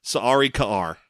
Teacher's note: I'm assuming that the double A's are glottal stops, or at least separately pronounced.